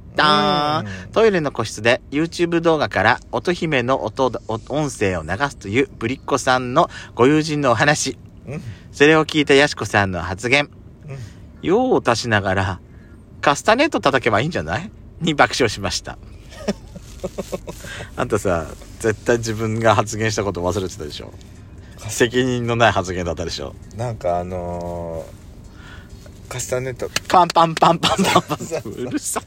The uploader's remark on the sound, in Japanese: パーキング収録